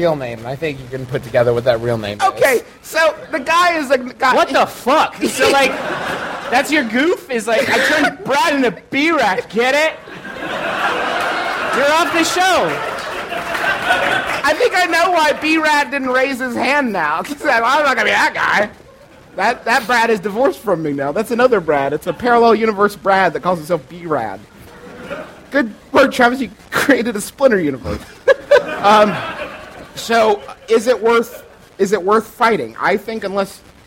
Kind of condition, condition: setting, live audience